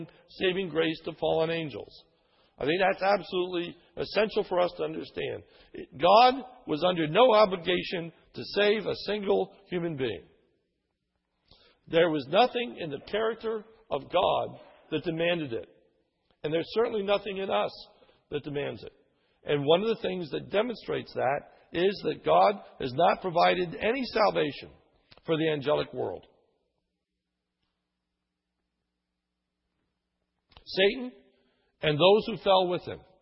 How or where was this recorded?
large echoing room